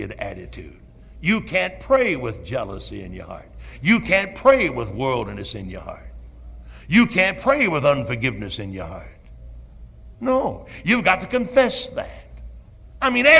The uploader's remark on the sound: Originally preached at Tabernacle Baptist Church in Greenville, SC on August 26, 1973.